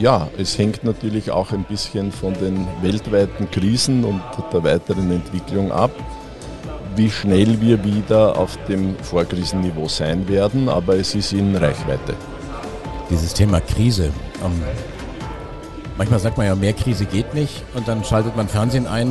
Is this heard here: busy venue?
yes